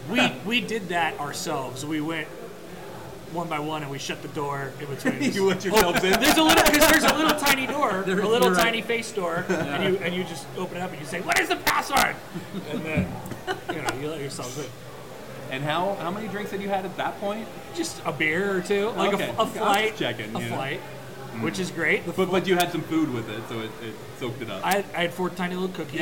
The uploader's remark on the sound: We went down to Beatrice to hang out at Stone Hollow. The audio's not great (apologies if you're wearing headphones).